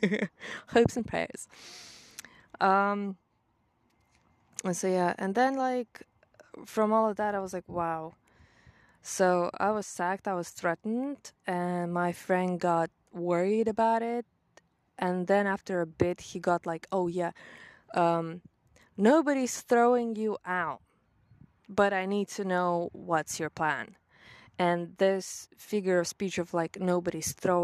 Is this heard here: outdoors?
yes